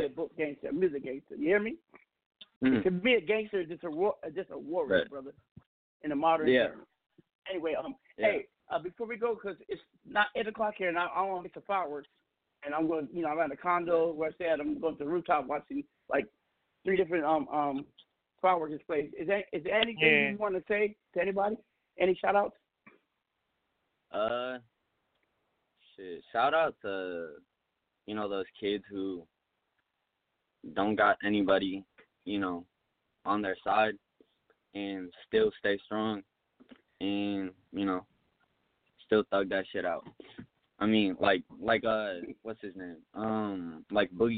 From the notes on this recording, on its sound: We have invited various people to call